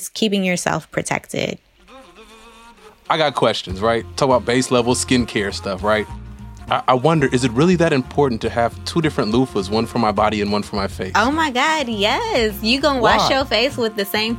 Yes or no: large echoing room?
no